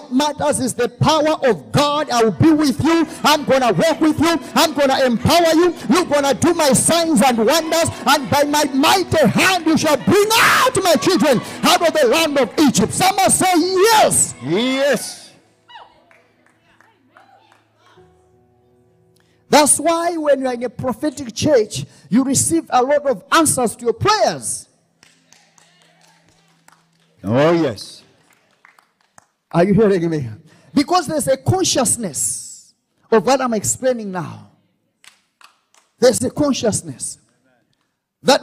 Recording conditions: large echoing room